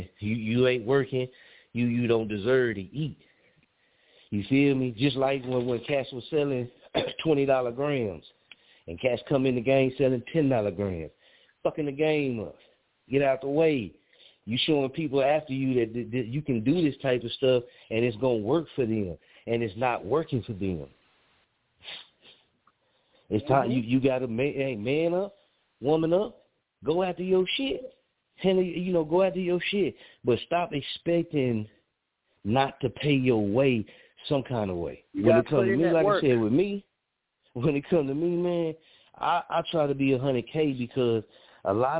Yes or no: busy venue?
no